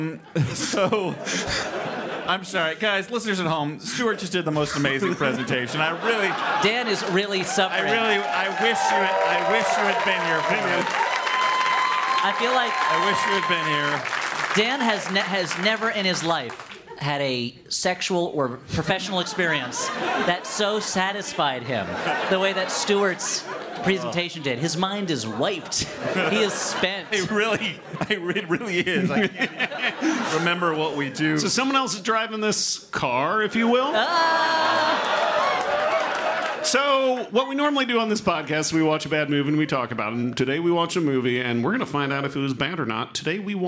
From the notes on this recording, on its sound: LIVE. Taped at Boston’s CitySpace.